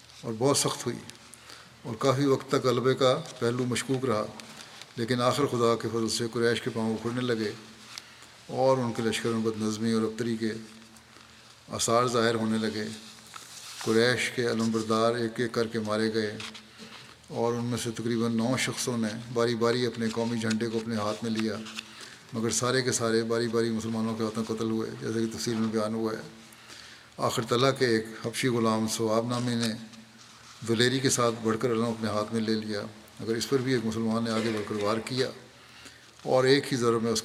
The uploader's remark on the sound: from Masjid Mubarak in Islamabad, Tilford, UK